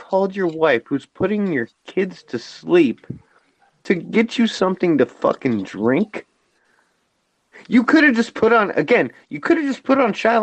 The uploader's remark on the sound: Because of technical difficulties right before the live-stream went live. Opted to start a roundtable discussion on Google Hangouts.